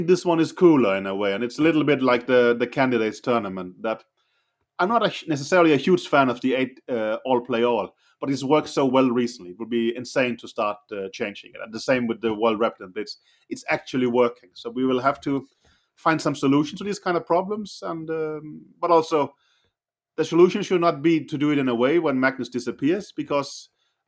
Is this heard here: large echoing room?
no